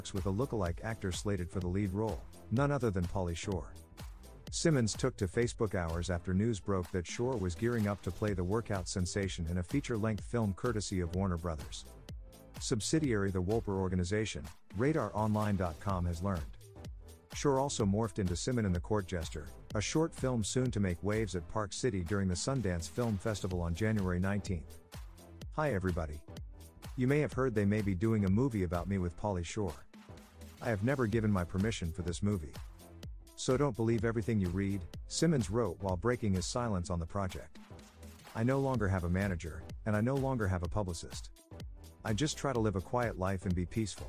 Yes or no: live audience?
no